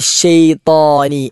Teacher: ത എന്ന അക്ഷരം വായ നിറച്ച് ഉച്ചരിക്കേണ്ട അക്ഷരമാണ്. ത്വാ എന്ന് തന്റെ കൂടെ വാവ് ചേർത്ത് മലയാളത്തിലുള്ള ത്വാ അല്ല ഉച്ചരിക്കേണ്ടത്, ഇത് ത, അത് മറ്റൊരു അക്ഷരമാണ്, വായ നിറച്ച് ഉച്ചരിക്കേണ്ട അക്ഷരമാണ്.